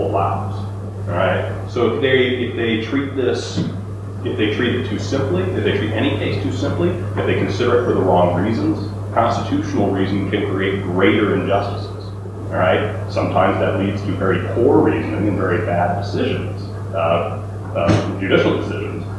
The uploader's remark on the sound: NOTE: This podcast is a bit more noisy than our others, but everything should be discernible. We apologize for the sound quality.